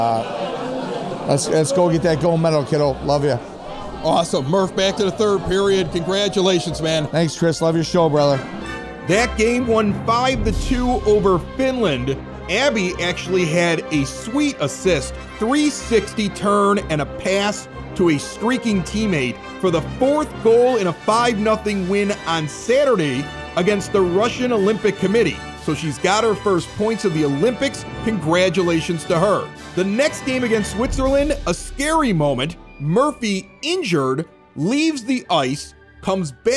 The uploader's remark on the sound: We have the audio from Thursday's watch-party for Abbey Murphy and the U.S.